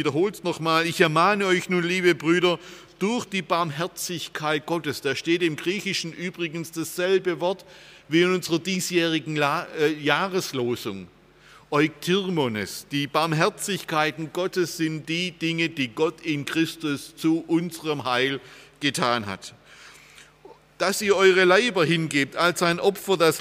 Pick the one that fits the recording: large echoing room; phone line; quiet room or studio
large echoing room